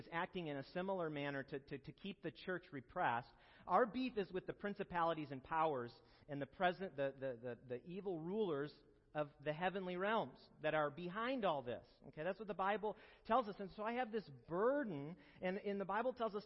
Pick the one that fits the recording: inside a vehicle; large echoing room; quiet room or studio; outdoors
large echoing room